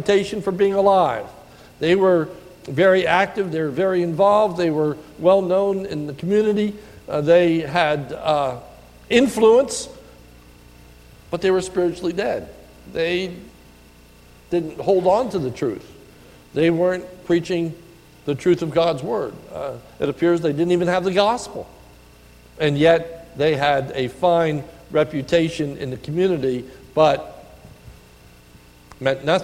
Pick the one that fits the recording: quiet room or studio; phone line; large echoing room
large echoing room